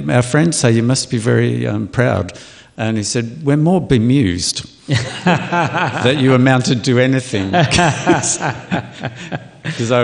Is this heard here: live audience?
yes